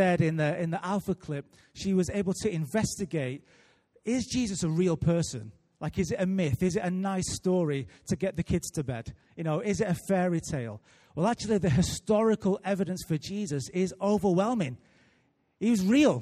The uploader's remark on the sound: Recorded live at Life Church Lancashire